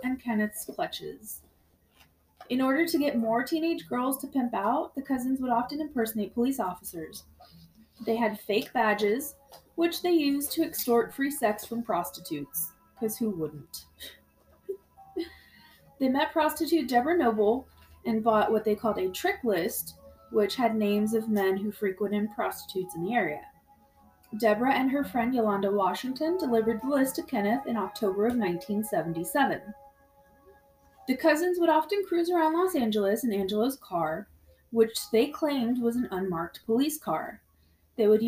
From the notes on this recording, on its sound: Excuse the technical issues.